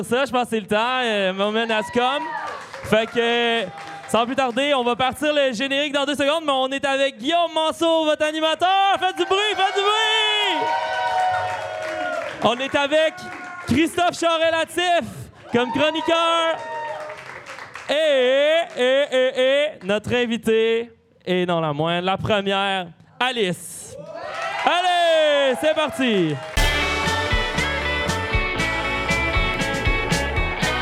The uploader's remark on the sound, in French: Il a été le tout premier à avoir été enregistré à l'été 2023, à l’intime bar-studio L’Idéal, autour de bons cocktails et de gros micros colorés.